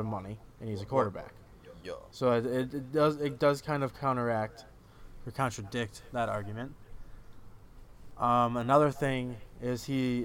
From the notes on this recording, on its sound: I APOLOGIZE FOR THE ECHO IN THE BACKGROUND